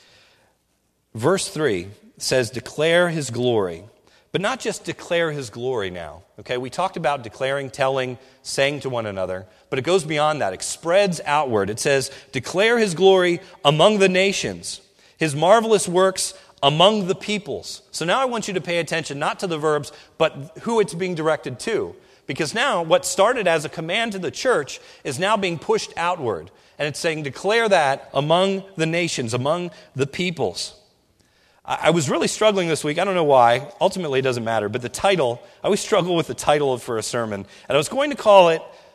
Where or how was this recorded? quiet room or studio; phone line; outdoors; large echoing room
large echoing room